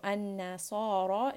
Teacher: In this case, the letter ra is heavy.